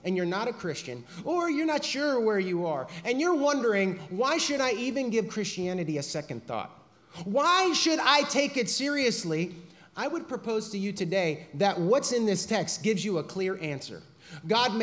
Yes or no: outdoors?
no